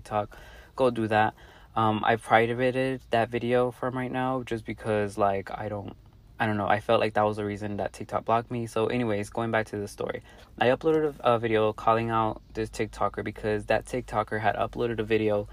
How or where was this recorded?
inside a vehicle